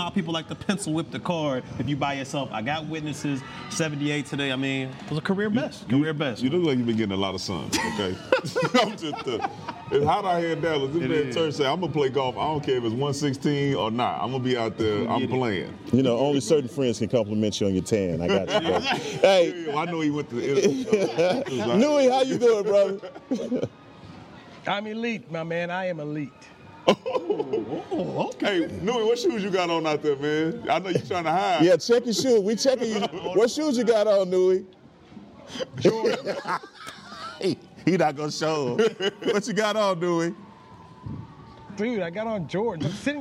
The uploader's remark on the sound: live from Dallas Cowboys training camp, in Oxnard CA